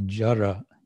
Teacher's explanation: I believe that R would normally be transcribed as retroflex da, that is to say a D with a dot under it.